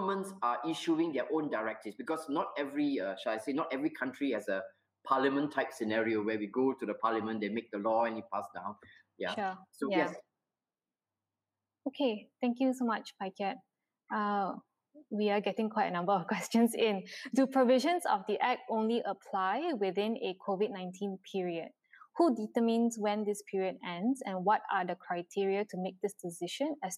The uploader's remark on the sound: recorded webinar